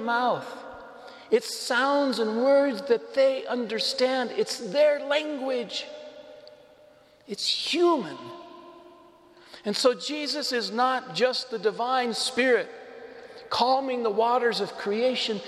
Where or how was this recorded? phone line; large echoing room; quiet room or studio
large echoing room